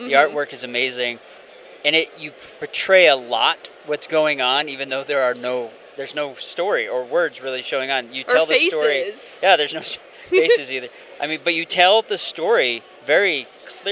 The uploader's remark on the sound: Author Interviews Live From FanX